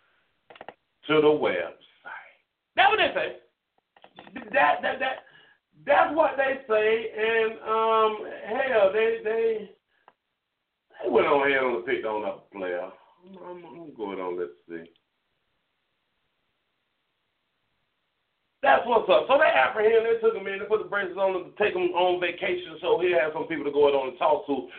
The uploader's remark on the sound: pastor call